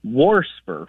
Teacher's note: deviates a little bit more that I've heard is warsper, with an extra R thrown in